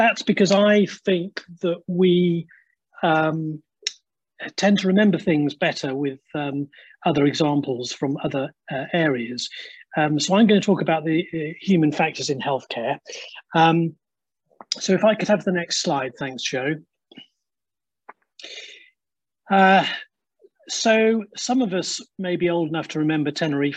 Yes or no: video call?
yes